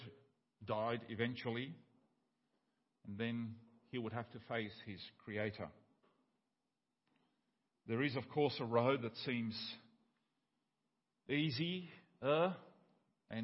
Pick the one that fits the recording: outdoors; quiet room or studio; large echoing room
large echoing room